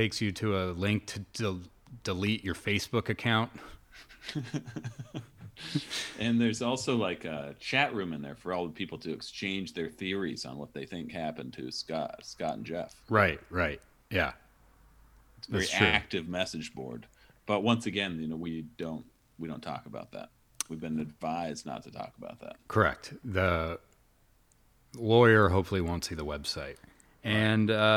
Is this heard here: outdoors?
no